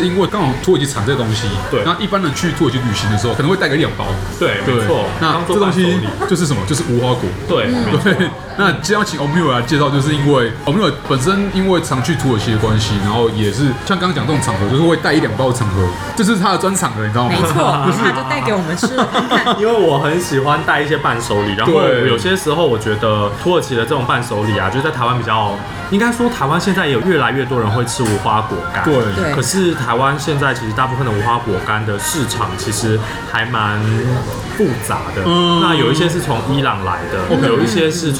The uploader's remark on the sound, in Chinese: 本集白噪音指數：柔風級 3/5。錄音地點： 伊茲密爾土耳其廚房 Izmir Turk Kitchen。